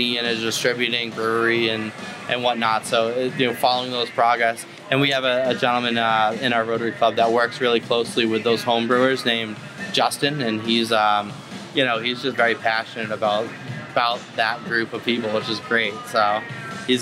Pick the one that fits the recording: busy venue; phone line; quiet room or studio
busy venue